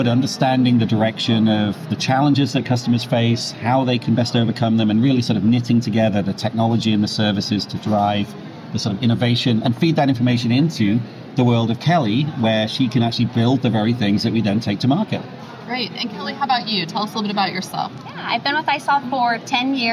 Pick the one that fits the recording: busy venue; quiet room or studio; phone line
busy venue